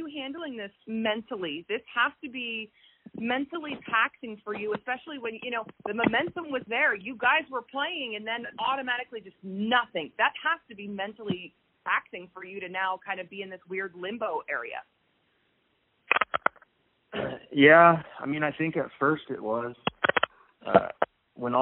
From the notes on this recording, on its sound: spoke to reporters on a conference call